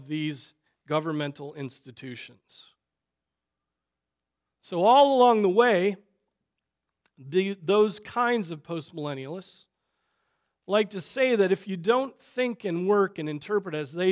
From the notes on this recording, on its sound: Preached on December 24, 2023 at Trinity Presbyterian Church